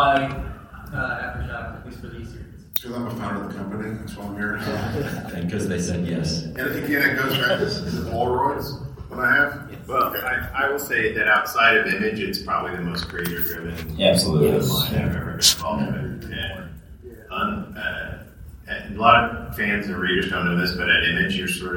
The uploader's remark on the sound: Aftershock Comics Panel at C2E2 2017. We are bringing you the Aftershock panel from C2E2 2017 which took place in Chicago this past weekend.